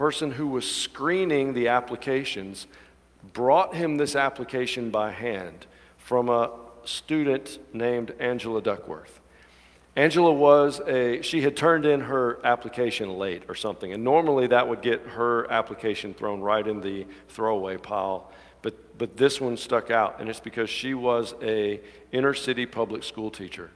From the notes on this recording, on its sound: At the 11:00 traditional service. Alabaster First United Methodist Church.